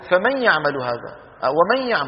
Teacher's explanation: كان العربي يذهب من الميم من فمن إلى الياء من يعمل مباشرة، يقول فمي فمي، فينتقل من مين لمين، من الميم إلى الياء. أما النون فما يبقى منها إلا إيه؟ غنة في الخيشوم. لكن ما كانوا يمطونها في كلامهم، كان الواحد يقول فمن يعمل هذا، ومن يعمل، ومن، ويمشي على طول.